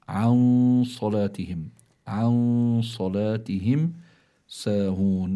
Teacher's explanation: هيدي الصاد التي أتت بعدها من حروف الإخفاء، فإذا النون هون بتكون بحالة الإخفاء